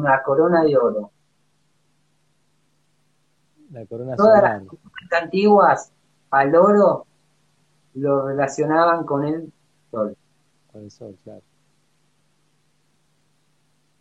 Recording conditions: video call